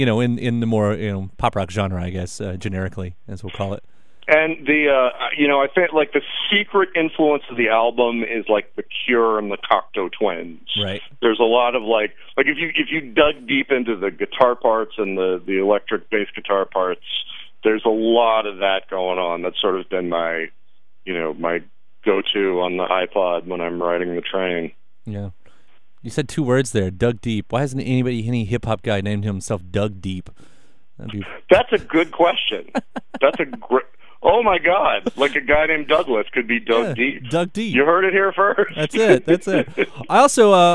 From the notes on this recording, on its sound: phone interview